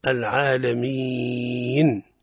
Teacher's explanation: تولد حرف ليس من أصل الكلمة، العالمين، يا متحركة بالكسر وهي ليست من أصل الكلمة وليست موجودة أصلا.